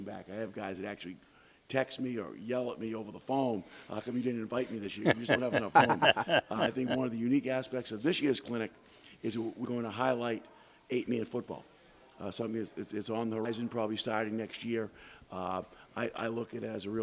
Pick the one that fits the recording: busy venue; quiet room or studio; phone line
busy venue